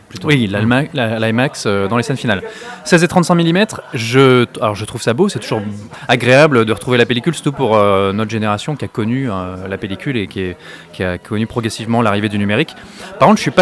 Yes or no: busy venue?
yes